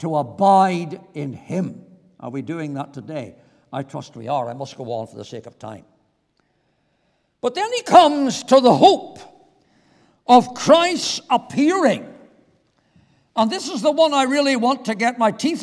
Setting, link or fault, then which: setting, large echoing room